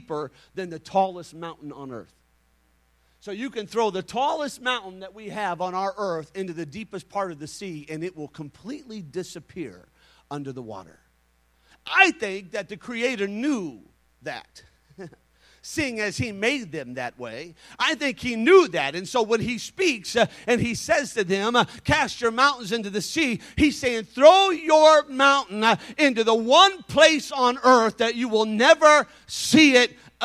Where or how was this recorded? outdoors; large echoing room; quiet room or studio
large echoing room